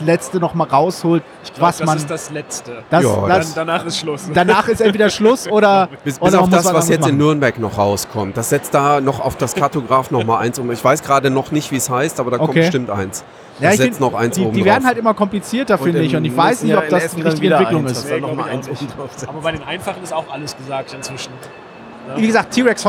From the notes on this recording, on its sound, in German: Live am Donnerstag von der Spiel 2019